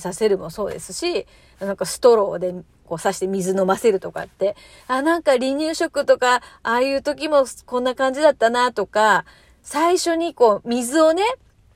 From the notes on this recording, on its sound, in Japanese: 次男からの電話で途中で終わってるトーク。車の中で収録してたら次男から電話きて。途中でトーク強制終了になりました。